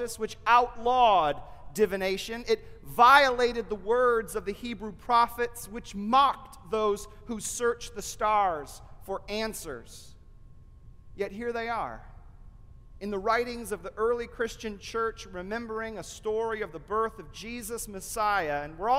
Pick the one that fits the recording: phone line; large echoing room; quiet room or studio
large echoing room